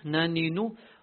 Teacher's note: They all emanate from the same place, which is the front of the tongue. · Term: noon